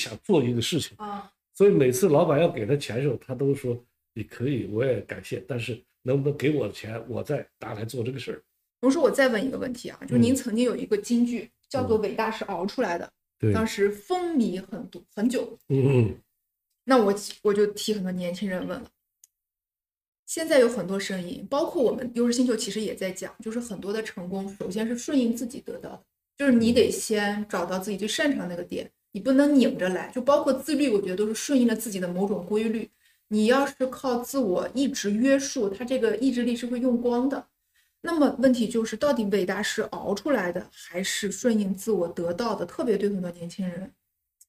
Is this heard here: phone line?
no